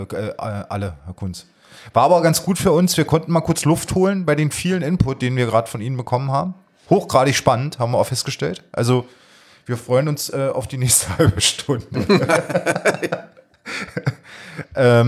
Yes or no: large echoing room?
no